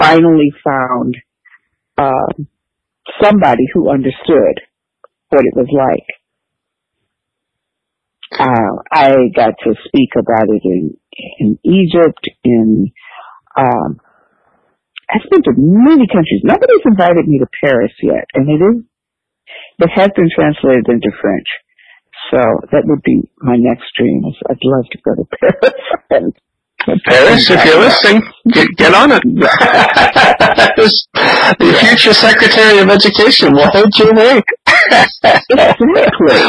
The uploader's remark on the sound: Unfortunately, large parts of our talk were lost due to technical difficulties. We conducted this interview by phone out of necessity, which is why there's no video, and I used new recording software for the first and last time.